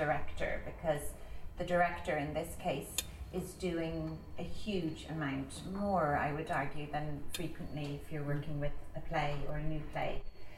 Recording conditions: sounds in the background